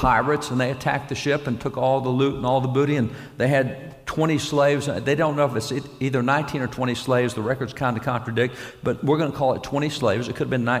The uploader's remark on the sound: Live From Life Church